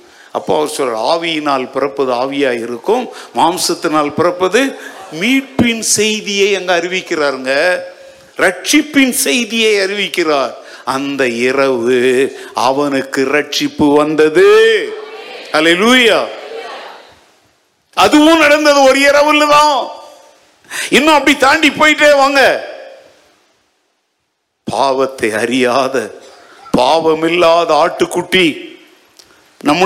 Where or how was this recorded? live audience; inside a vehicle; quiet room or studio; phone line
live audience